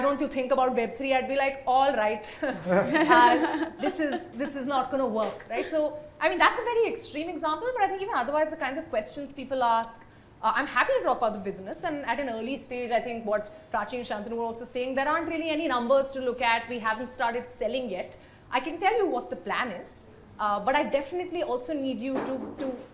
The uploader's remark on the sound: As we bring you an exhilarating live shoot from the Bombae Pad! With a vibrant audience of dynamic women from the startup ecosystem.